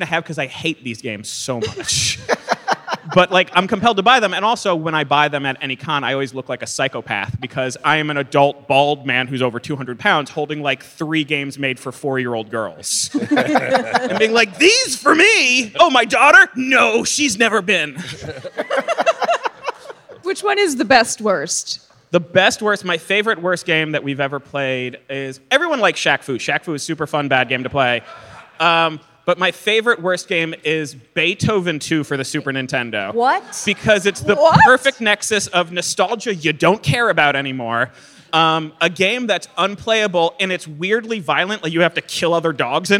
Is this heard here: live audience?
yes